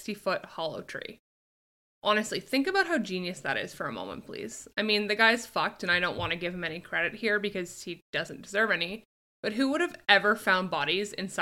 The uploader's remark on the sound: Please bear with us while we figure out our audio better.